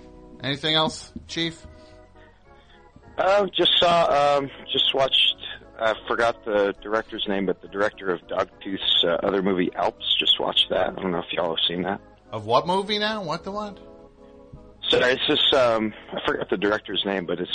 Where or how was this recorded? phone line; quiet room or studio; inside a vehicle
phone line